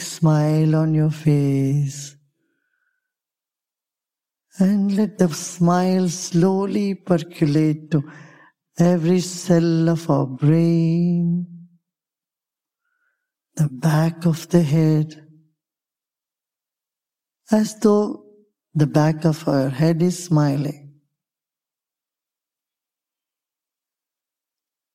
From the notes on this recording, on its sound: Live from Mindvalley's stage.